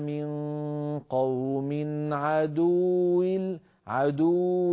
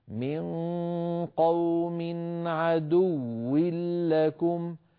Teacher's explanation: هذه واو مشددة لا بد من بيان التشديد فيها · Shown in: second take · هكذا من قوم عدو لكم عدو لكم بيان من غير تعسف · Term: تشديد الواو